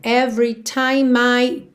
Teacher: Já vai ligando ali o M no I.